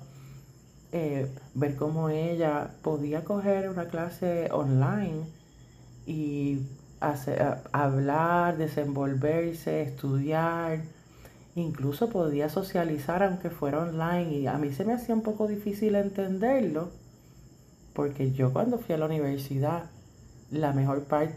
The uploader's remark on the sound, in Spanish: Disculpen el audio, tiene un poco de ruido de mi perrito.